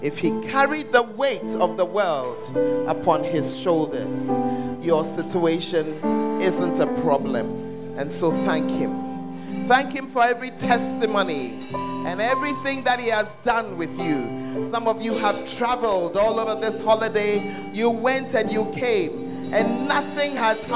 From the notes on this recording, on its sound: Preached at First Love Church, Ayeduase